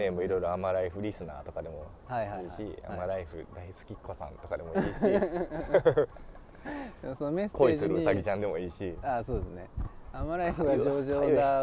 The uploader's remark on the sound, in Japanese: 大物公園収録の後編です！